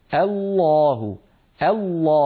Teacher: ننطق الهمزة مرققة ثم نفخم اللام برشاقة هكذا الله الله، ولا نقول الله الله.